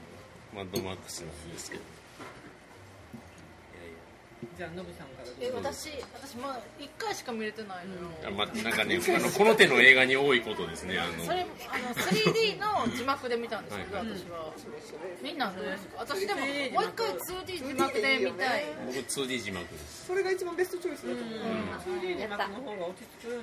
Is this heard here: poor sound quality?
yes